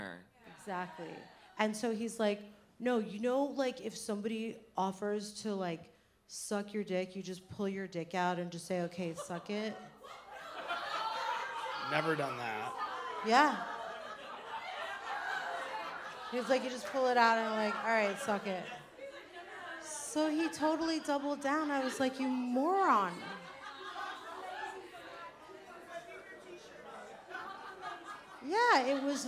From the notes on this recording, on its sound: Live in LA. Live from The Bourbon Room in Hollywood.